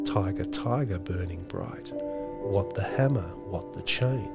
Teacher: Much of the poem is actually written in trochaic stressed unstressed lines.